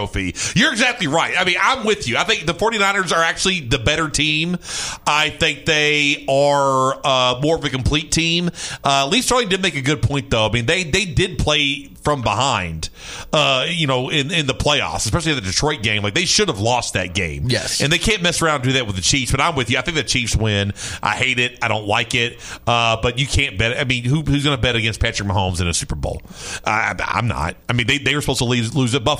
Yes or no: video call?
no